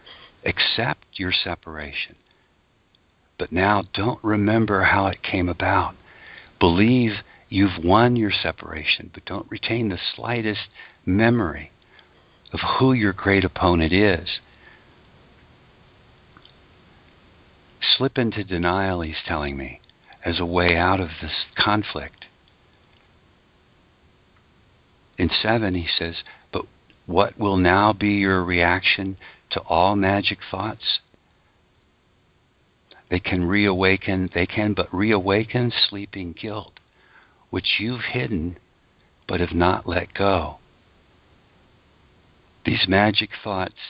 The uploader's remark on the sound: ACIM Daily TEXT Conference Call.